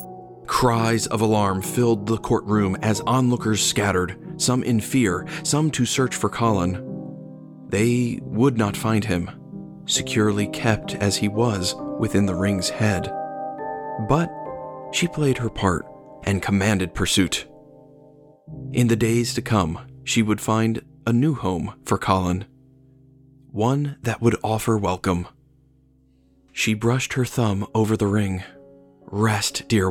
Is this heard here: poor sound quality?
no